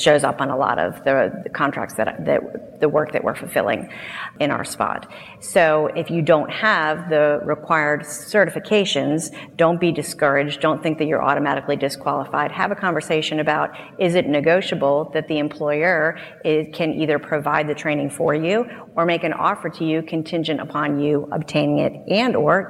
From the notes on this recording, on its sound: Recorded live at the recent ISC2 Security Congress, this panel discussion.